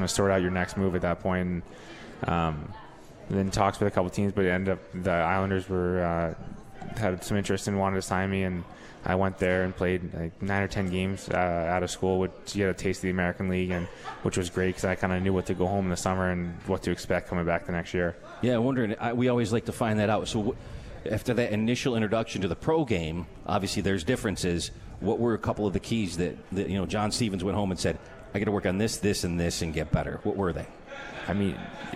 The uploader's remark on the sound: At The 72 Tavern & Grill and joined on the phone.